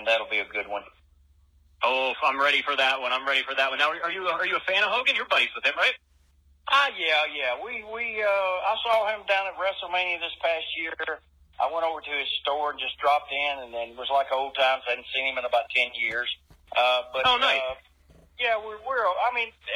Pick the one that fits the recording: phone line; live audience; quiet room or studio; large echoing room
phone line